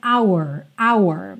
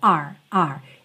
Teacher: É muito comum que essa palavra venha dita de forma muito rápida, e aí ela tem praticamente o som da letra R só, R, R. R enrolado da porta com a perna esquerda, R, R, ok?